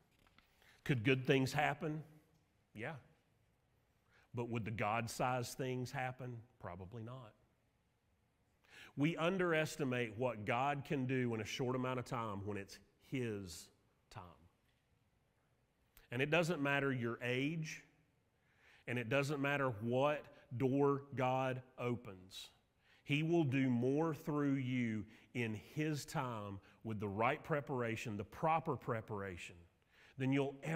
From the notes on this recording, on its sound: Sermon audio from Mission Church in Locust, NC.